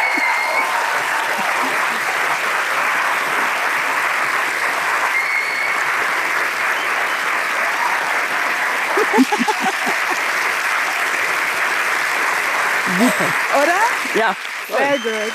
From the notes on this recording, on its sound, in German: Ihr hört unsere erste Folge mit Live-Publikum! Wir waren zu Gast im Theater Gütersloh auf dem „Blauen Sofa“.